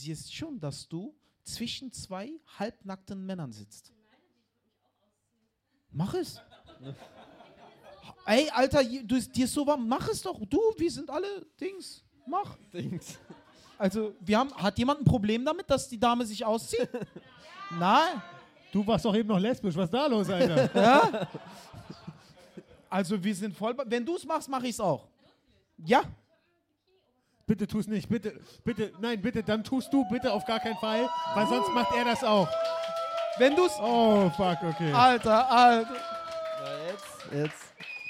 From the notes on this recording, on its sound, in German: Live aus dem Mad Monkey Room. Die erste Live Folge von Mic Drop, die vor Publikum im Mad Monkey Room in Berlin aufgenommen wurde!